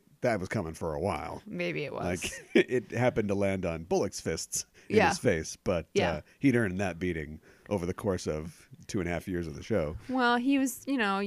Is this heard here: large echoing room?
no